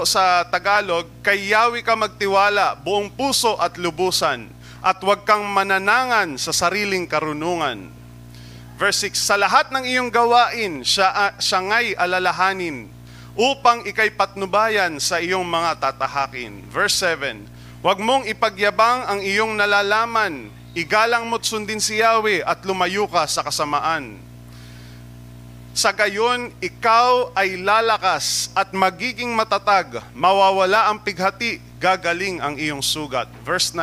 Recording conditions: large echoing room